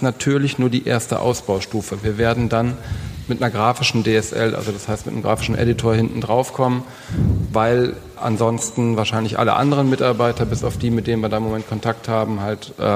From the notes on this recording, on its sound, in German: Der SoftwareArchitekTOUR-Podcast ging tatsächlich auf Tour und besuchte die rheinjug in Düsseldorf, um im Rahmen einer Podiumsdiskussion.